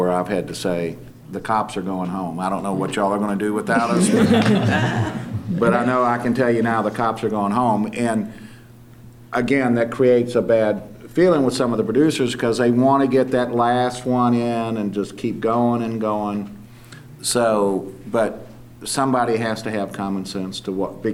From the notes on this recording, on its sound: In front of an audience at Georgia Public Broadcasting in Atlanta.